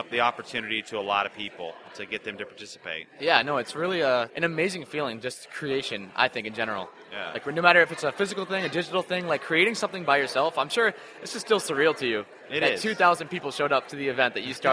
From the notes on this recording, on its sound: In today’s episode, I get a chance to interview him LIVE at FinCon to share his financial journey. At this LIVE FinCon 2018 interview, there were OVER 2,000 people at the event!